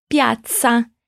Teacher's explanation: depois do pia em piazza parece que tem um TS